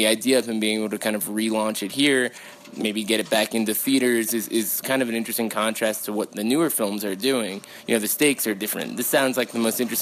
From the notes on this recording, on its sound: sit down at the Telluride Film Festival